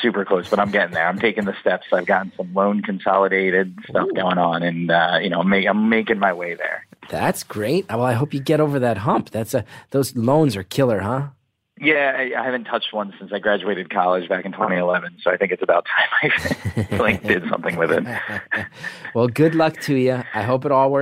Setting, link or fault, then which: link, phone line